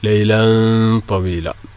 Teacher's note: തൻവിൻ ശേഷം ത, ഇഖ്ഫ നന്നായിട്ട് മണിക്കണം